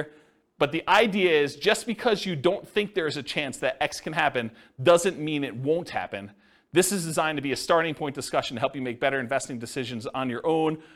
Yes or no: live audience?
yes